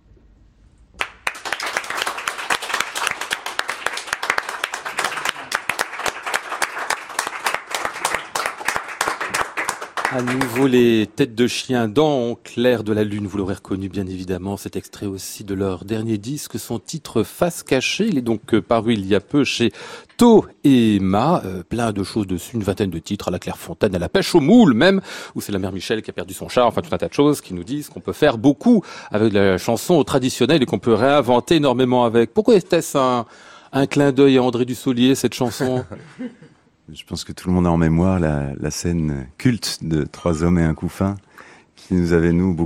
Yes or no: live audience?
yes